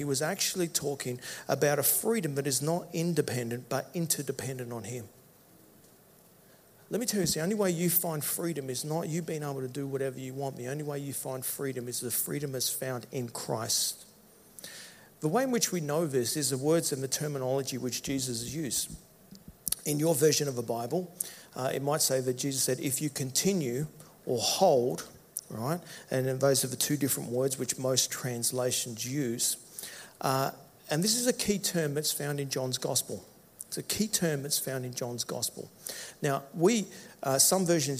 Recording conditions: live audience